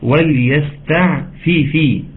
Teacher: عندنا فاء مكسورة ثم فاء مكسورة وبالتالي في وليستعففي، وان تكون الكسرتين متساويتين ويكون واضحين جدا علشان ما تطلعش ايه وليستعفف فاء خفيفه، مش عارف ليه لما جم جنب بعض، فخلاص ما بيحصلش ضغطه كامله عليهم وتكمله الحرف وتكمله الحركه، عايزين نضبطها تماما.